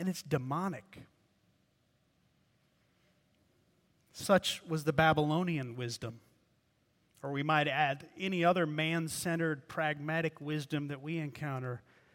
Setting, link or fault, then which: setting, large echoing room